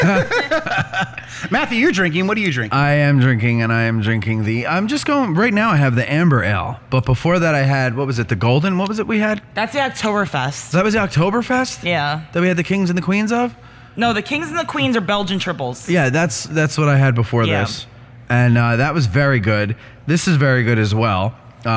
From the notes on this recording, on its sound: LIVE From Jersey Girl Brewing. A live show from Jersey Girl Brewing in Hackettstown, NJ.